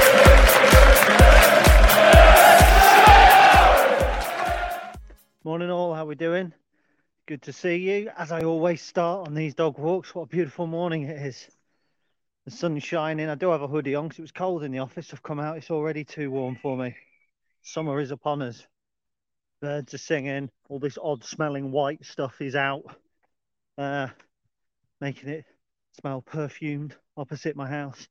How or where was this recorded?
outdoors